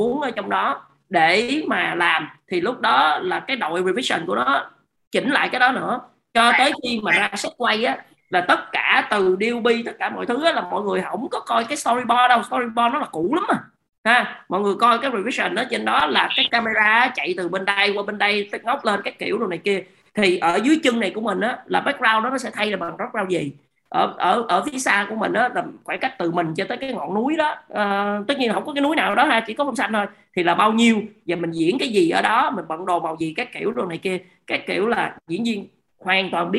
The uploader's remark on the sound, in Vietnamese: Nội dung âm thanh này đã được Arena Multimedia ghi âm lại từ nền tảng ứng dụng Zoom trong sự kiện Talk: Nghề phim - Trò chuyện với thế hệ Z.